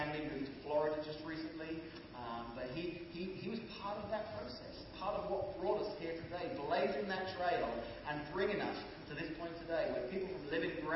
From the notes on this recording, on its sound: Apologies for the low quality of sound on this particular podcast.